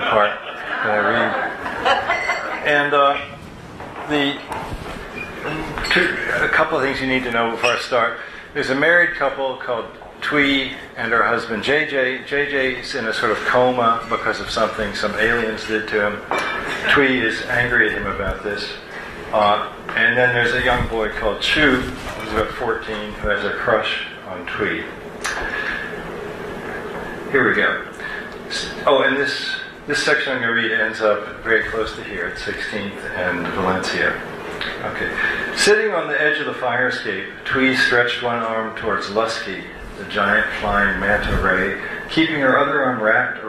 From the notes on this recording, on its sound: At Writers With Drinks, SF. On her live show, Writers With Drinks, at the Make-Out Room bar in San Francisco.